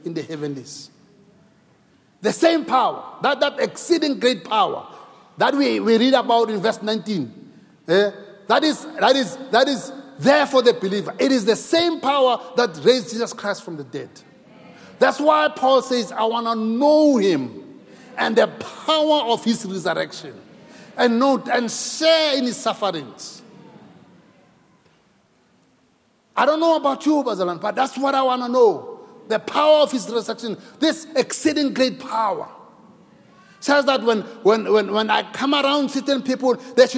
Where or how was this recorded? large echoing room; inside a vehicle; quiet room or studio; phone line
large echoing room